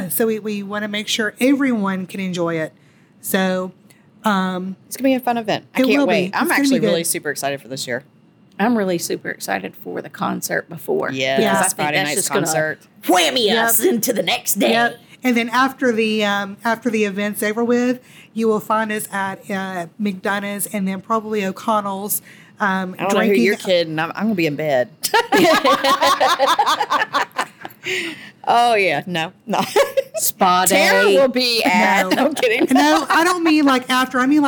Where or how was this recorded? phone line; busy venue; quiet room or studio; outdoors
busy venue